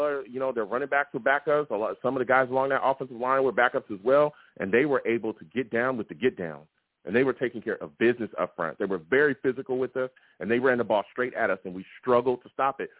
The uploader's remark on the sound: I also take live callers!